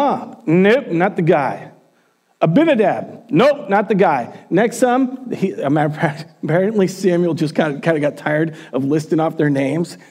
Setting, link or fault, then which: setting, large echoing room